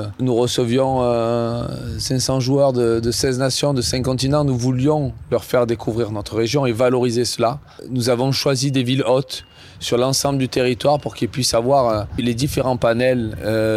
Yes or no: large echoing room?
no